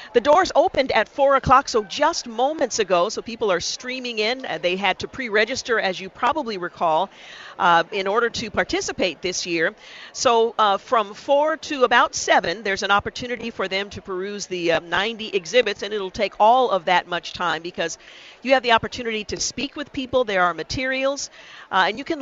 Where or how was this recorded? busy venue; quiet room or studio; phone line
busy venue